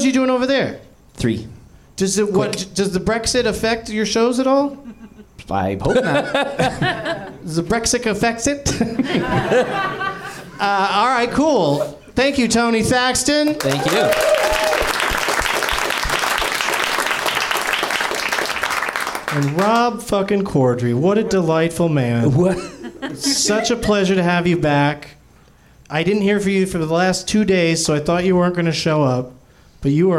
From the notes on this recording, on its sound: Live from the NerdMelt Showroom in LA